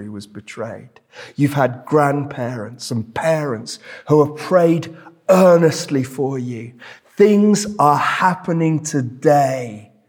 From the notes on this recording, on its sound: This sermon was preached at Welcome Baptist Church on Sunday 19th March 2023.